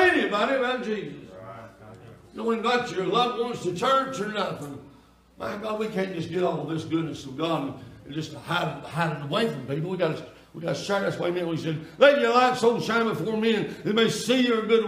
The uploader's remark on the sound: Sunday Night Worship Service.